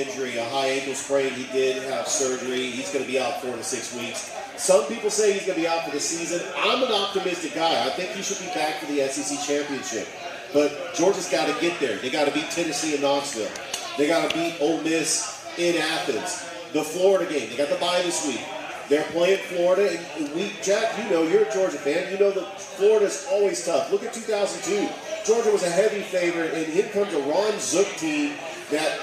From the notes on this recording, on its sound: Georgia Alabama Sports Live Show that took place at Happy Hour Bar and Grill on Tuesday Night